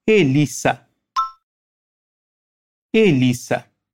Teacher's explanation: O nome Elisa, em português, se pronuncia com o som de Z, mas em espanhol não.